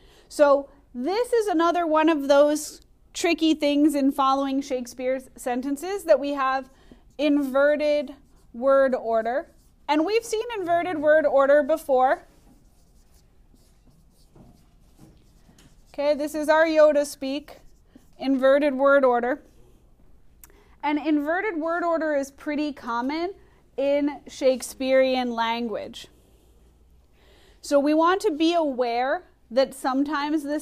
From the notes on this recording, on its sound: Recorded in class